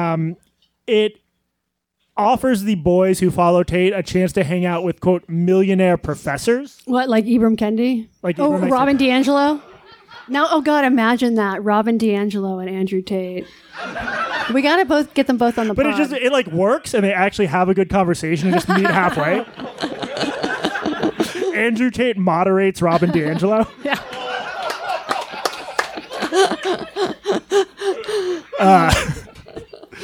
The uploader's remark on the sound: Live From The Village Underground In New York City. This recording of a live BARPod show in NYC. A livestream of the entire event.